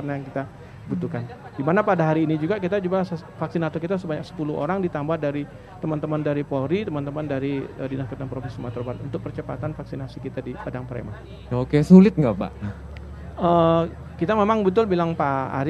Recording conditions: outdoors